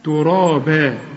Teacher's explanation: هنا الراء مفخمة بالمد كمان بتاعها، إنما الباء مرققة